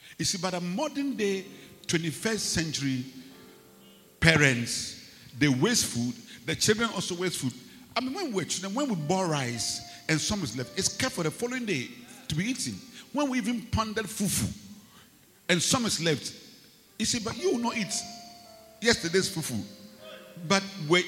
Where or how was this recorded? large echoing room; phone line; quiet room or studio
large echoing room